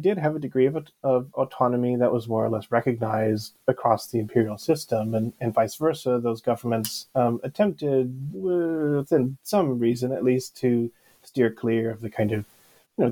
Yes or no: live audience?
no